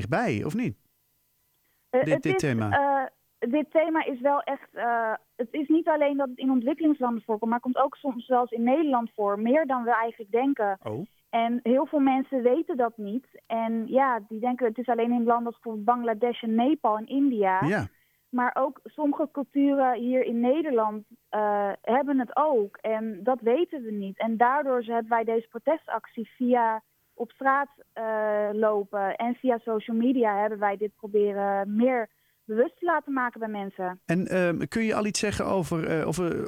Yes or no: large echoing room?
no